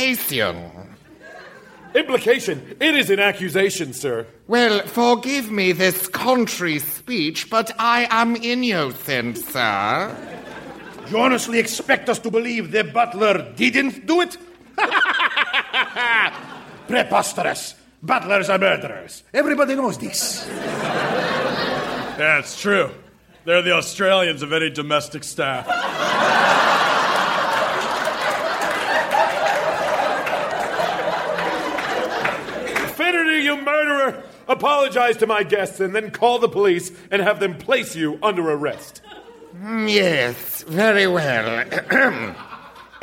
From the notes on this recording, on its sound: Recorded Live 1/10/2014 at Largo, Los Angeles.